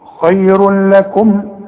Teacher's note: تدغم التنوين في اللام وما يبقاش عندك غنة، بدون غنة ما تغنش · Term: ادغام كامل بدون غنة